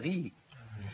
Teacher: الغين هنا ضعيفه لانها مكسوره